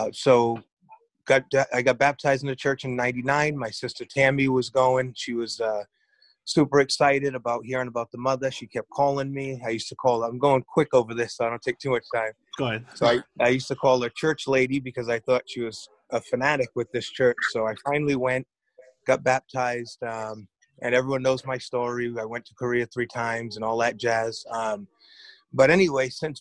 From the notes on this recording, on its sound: I was blessed to have had a Zoom conversation